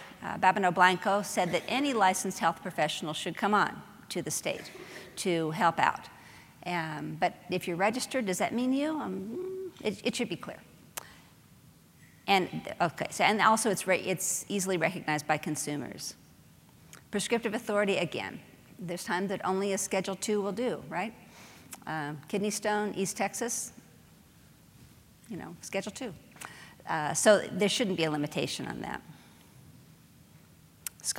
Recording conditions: live audience